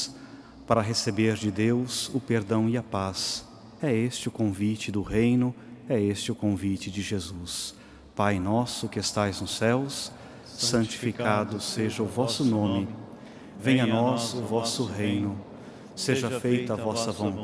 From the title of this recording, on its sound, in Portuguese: Santa Missa direto de Aparecida